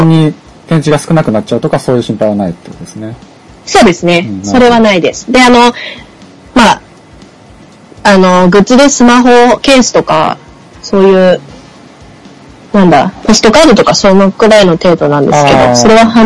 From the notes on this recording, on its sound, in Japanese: 収録環境及び音声圧縮の影響で今回はお聞き苦しい音質になっており申し訳ありません